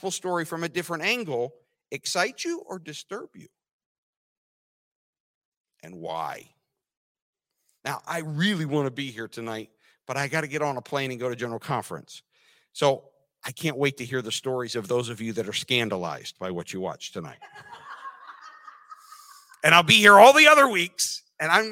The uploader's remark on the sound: This sermon was recorded live on October 2nd, 2022 at Newark United Pentecostal Church.